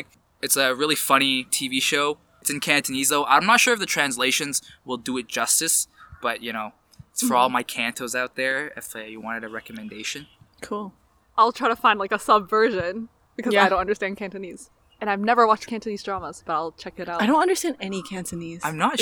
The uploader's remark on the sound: Please expect audio quality issues as we recorded this episode outdoors for a safe socially distant guest edition!